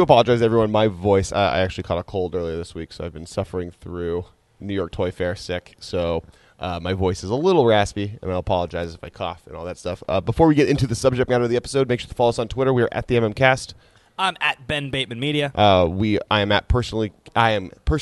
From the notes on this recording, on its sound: “Live” From the Dallas Toy Fair